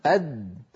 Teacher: الدال ينقفل مخرجها تماما